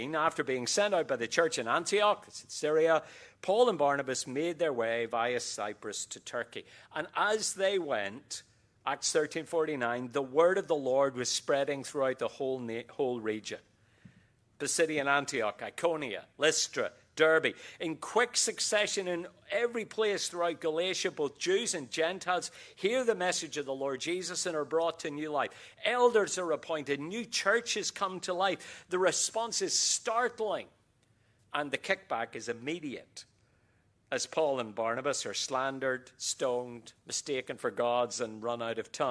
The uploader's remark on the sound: QTC Chapel Service